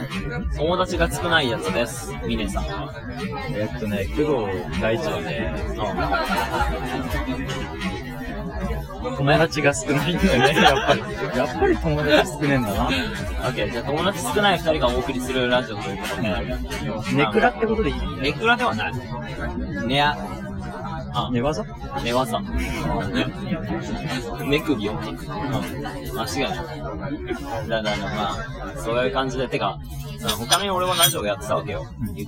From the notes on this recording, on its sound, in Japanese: 最初の配信でいきなり音声が雑音に隠れていてすみません。